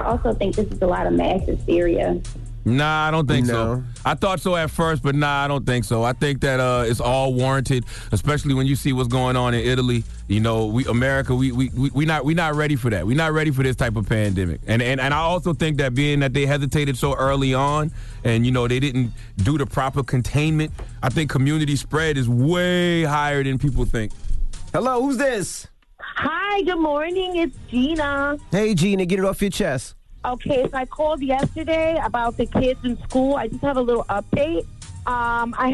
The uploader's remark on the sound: we opened up the phone lines for our listeners